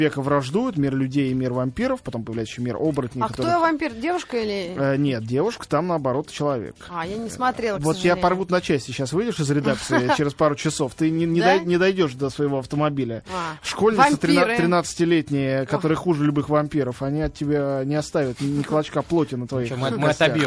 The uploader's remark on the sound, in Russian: по телефону